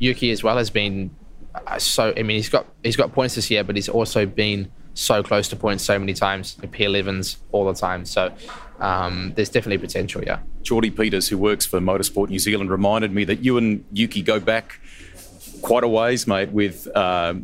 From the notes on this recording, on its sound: Live from the Singapore GP. Live from the heart of Singapore ahead of the Grand Prix.